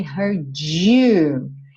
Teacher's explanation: uma palavra que termina em D e vem seguida de you, ao invés de fazer heard you, vira esse DJ